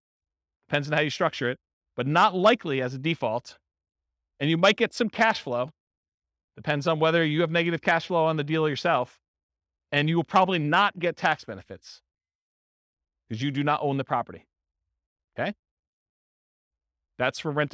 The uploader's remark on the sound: This was a live class recorded.